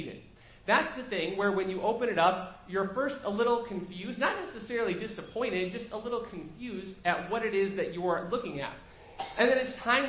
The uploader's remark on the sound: Preached at First Baptist Church of Hazel Park